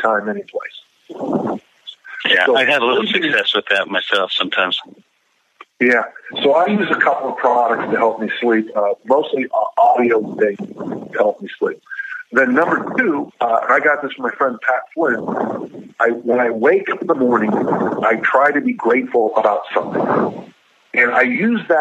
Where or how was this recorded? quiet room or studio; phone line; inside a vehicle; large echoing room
phone line